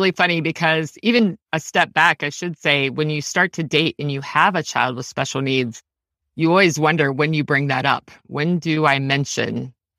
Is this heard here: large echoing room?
no